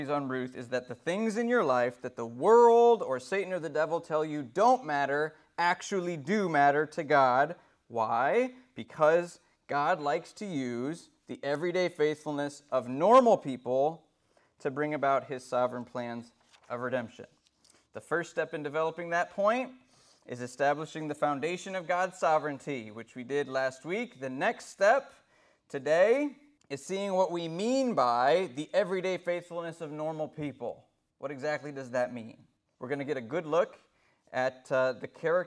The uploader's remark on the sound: This sermon was delivered IN PERSON since the beginning of the Corona Virus pandemic as regulations continue to loosen up.